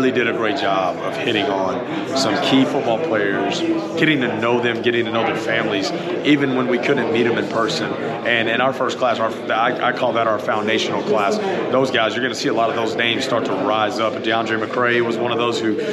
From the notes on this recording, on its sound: The Bluebloods are live from ASUN Media Day in Atlanta, GA.